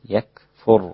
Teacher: الكاف أيضا رقيقة مع الهمس